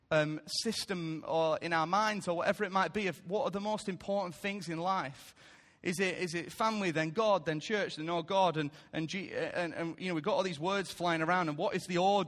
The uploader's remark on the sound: Recorded live at Life Church on Sunday 24th September 2017.